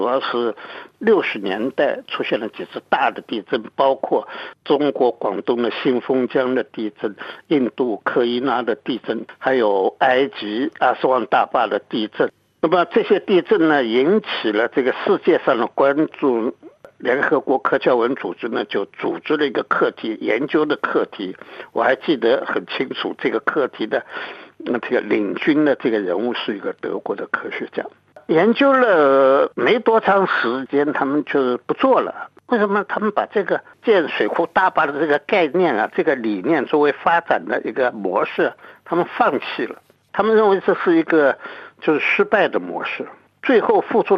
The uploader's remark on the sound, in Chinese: 电话采访